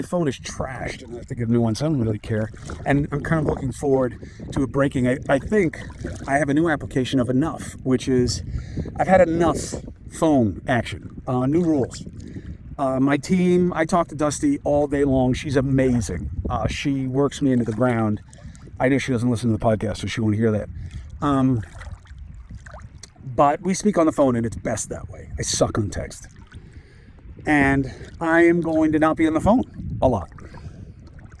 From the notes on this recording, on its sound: From the beach. Walk and Talk.